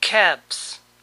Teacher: Como ven, la L no se pronuncia.